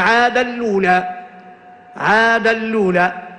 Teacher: طبعا التنوين ما زال موجود لكن بما أنه نون ساكنة وبعدها لام أدغمنا التنوين في اللام · Term: الإدغام